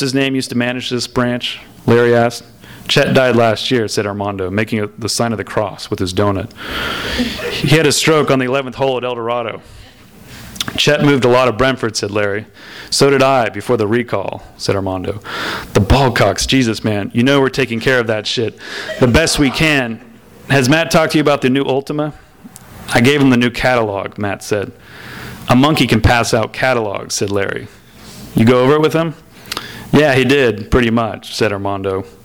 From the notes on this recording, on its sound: Skylight Books is hosting the launch party. THIS EVENT WAS RECORDED LIVE AT SKYLIGHT BOOKS.